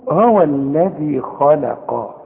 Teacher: اللام رفيعة ازاي بين الاتنين دول، بين الخاء المفخمة دي والقاف المفخمة. طلعها بقى مرققة لك.